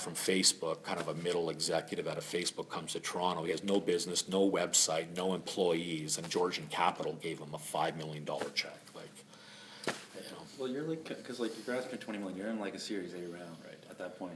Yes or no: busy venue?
yes